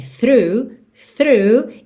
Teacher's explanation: Começa com a linguinha lá na pontinha dos dentes da frente, já volta fazendo R. Through, through, e esse GH não aparece.